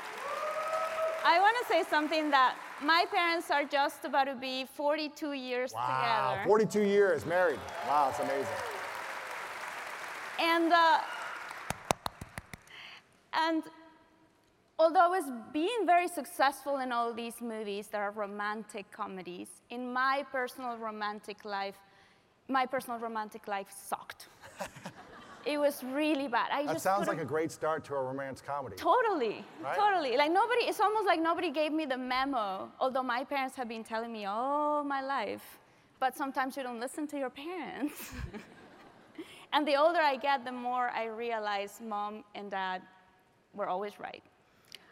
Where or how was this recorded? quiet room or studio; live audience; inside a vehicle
live audience